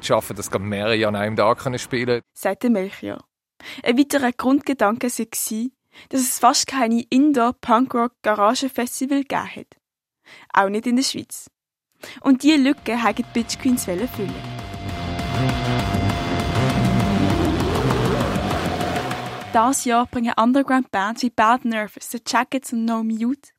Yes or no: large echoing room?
no